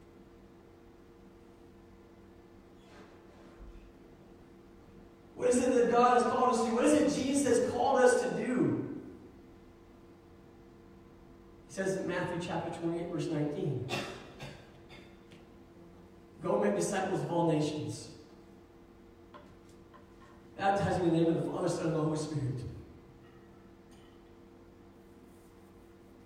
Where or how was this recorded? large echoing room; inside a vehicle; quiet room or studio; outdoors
large echoing room